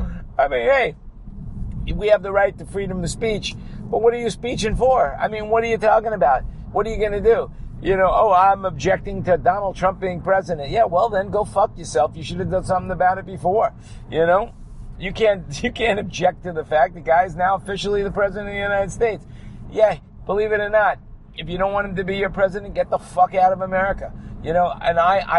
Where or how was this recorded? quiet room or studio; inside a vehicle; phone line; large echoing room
inside a vehicle